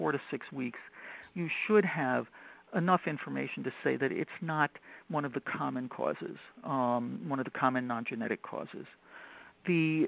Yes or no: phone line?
yes